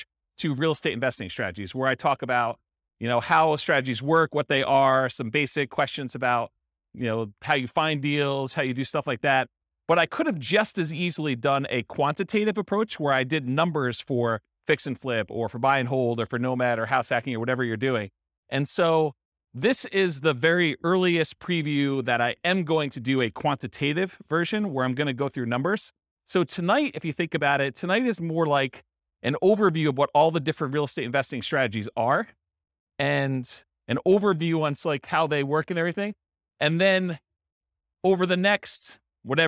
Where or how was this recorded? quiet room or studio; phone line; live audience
live audience